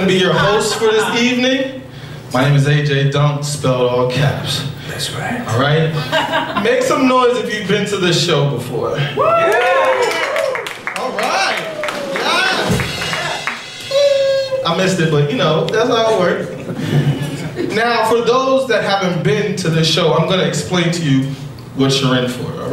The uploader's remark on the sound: Live show at Caveat.